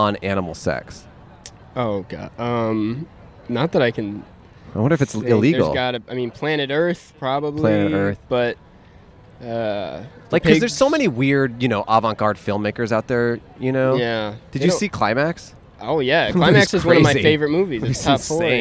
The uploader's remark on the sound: We set up at Chicago's famous shiny legume! Recorded on 9/17/21 at Cloud Gate (The Bean) in Chicago.